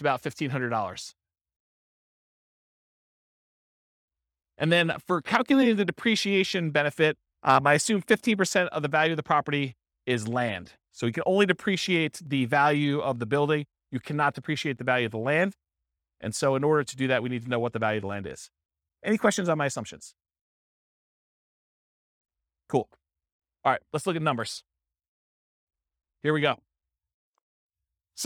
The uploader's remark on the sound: This was a live class recorded